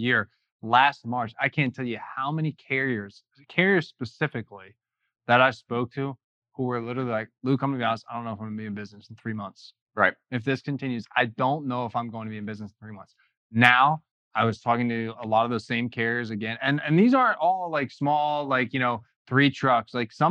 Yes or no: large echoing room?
no